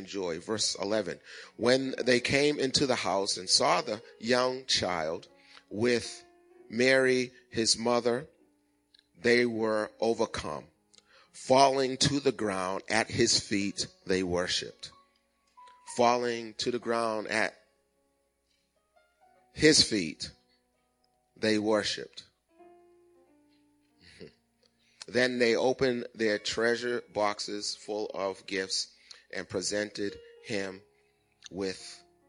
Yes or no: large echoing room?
yes